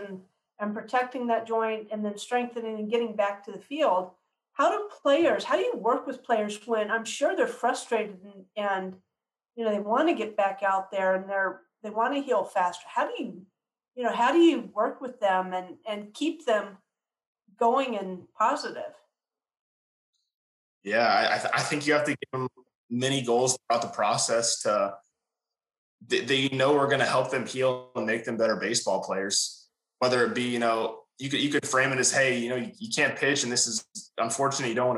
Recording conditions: video call